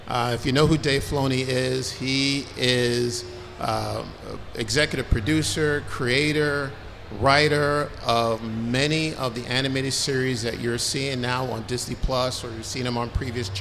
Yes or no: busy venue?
yes